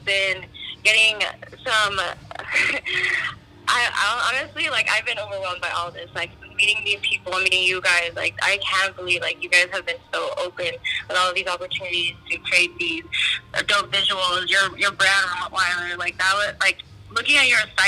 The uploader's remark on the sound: We have our very first call in interview featuring brand owner from San Fransisco. We get a phone interview.